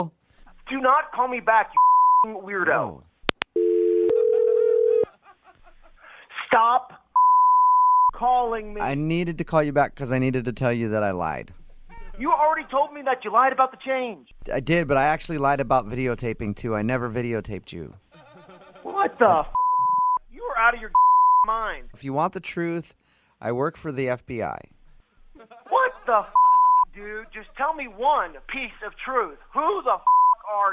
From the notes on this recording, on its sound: Phone Tap: You Stole My Change by MOViN925.